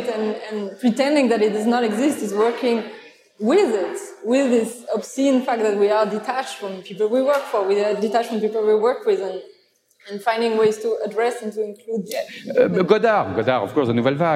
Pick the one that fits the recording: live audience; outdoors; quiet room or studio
live audience